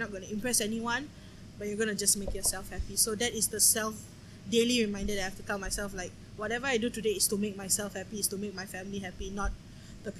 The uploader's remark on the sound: we went to a cafe and recorded this episode.